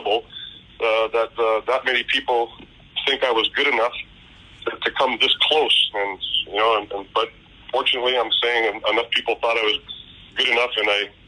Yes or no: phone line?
yes